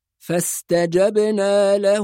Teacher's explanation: لازم نحافظ على حرف الجيم وعلى قلقلة الباء